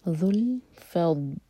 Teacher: ذال ہے ہماری زبان اوپر والے دانتوں کو ٹچ کرنی چاہیے اور تھوڑے سے ٹپ باہر ذو الفضل بہت ساگن پر جھٹکا نہ ہو ذو الفضل العظیم